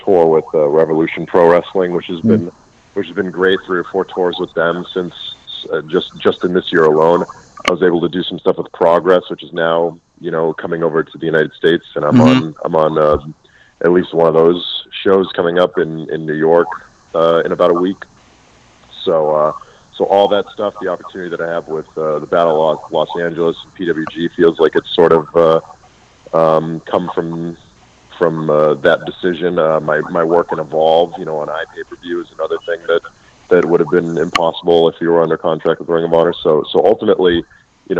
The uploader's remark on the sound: I was joined over the phone